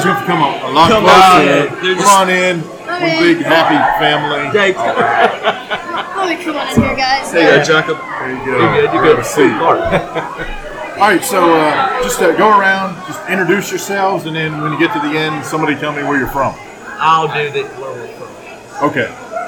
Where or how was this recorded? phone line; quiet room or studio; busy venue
busy venue